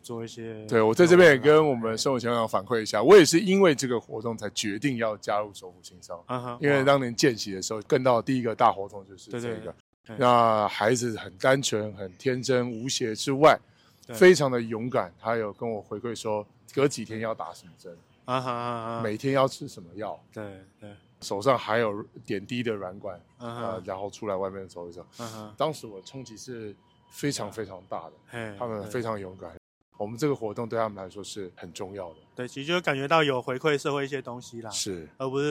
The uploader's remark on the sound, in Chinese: 在板橋火車站外面錄音